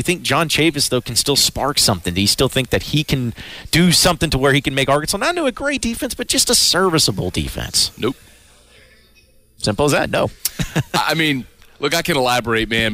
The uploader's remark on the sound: kick off SEC Media Days LIVE from Hoover